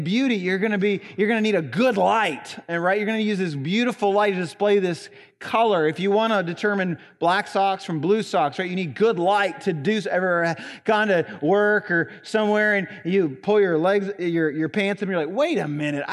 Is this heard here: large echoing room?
yes